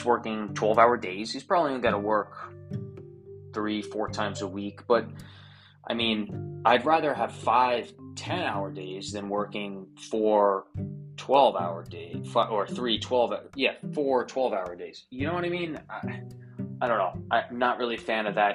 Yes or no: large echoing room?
no